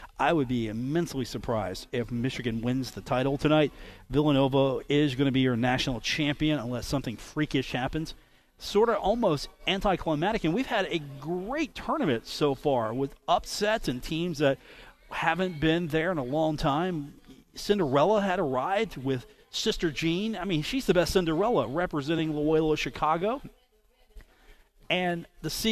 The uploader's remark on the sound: Takes the show on the road at Union Pub & Grill in Huntington. On the phone.